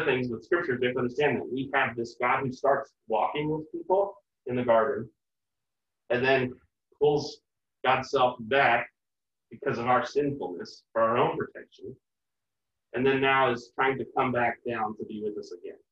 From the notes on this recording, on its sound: Not everyone is in the same room, we are working on some audio solutions.